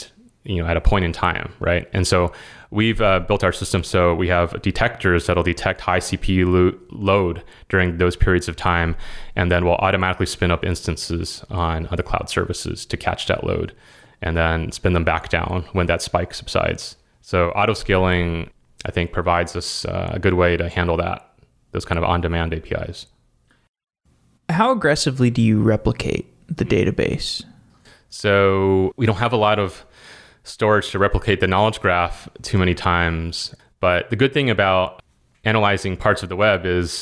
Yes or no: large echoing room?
no